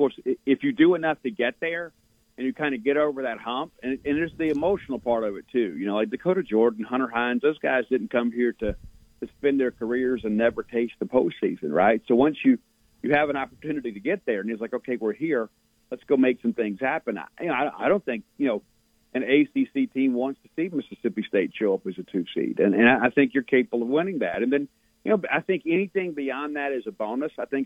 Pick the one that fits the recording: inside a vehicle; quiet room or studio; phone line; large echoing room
phone line